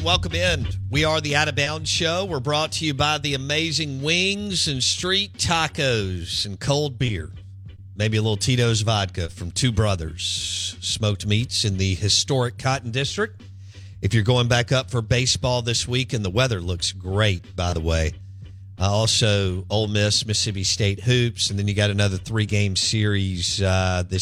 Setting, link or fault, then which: link, phone line